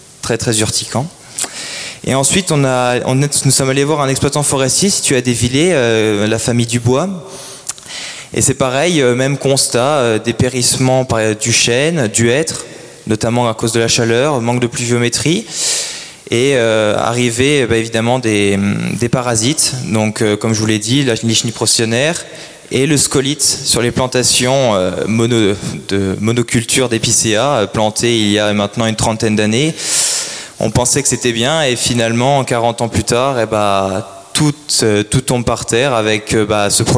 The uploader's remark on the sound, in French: Conférence organisée par l'Association "Les arbres pour la vie" sur le thème de l'agroforesterie.